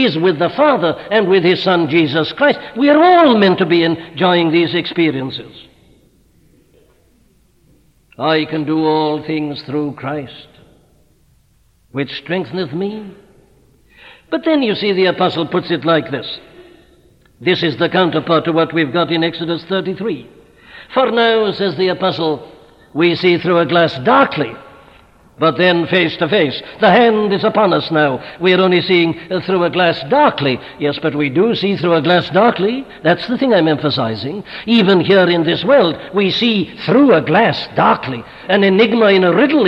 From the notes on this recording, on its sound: at Westminster Chapel during the 100th Anniversary of the 1859 Revival in Wales